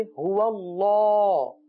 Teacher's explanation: ہا بھی باریک ادا ہوگا، واؤ بھی باریک ادا ہوگا، اللہ عز و جل کے لام کو پور پڑھیں گے.